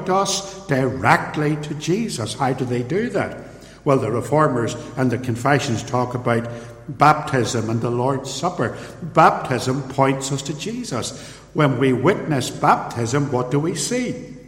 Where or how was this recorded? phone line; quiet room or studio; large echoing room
large echoing room